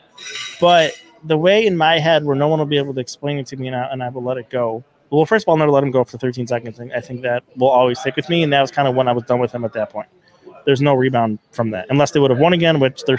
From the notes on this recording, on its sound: In a conversation shot live from Imperial Pizza in South Buffalo.